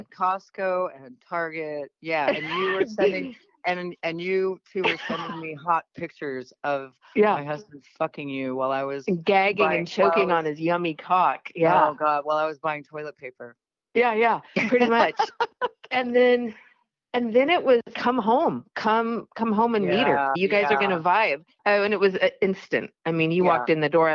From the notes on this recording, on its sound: they called in to talk all about it